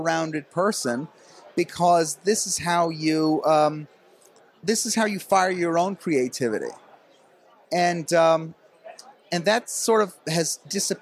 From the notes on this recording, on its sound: at the National Conservatism Conference in Florida